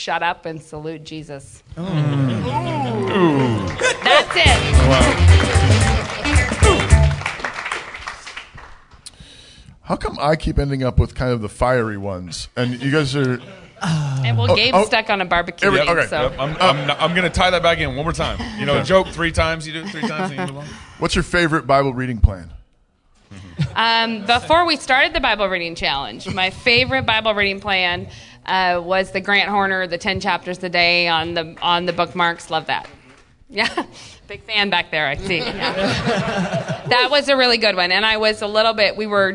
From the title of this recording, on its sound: Live at G3